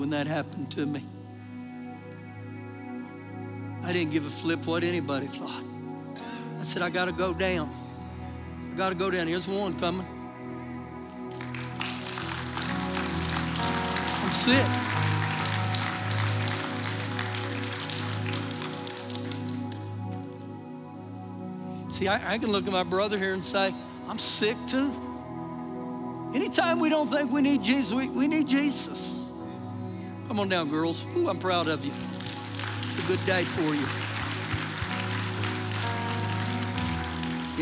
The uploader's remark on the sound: Recorded live during our Sunday morning service